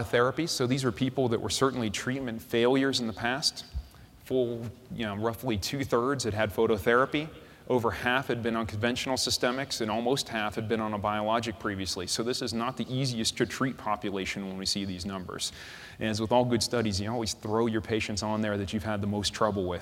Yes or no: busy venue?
yes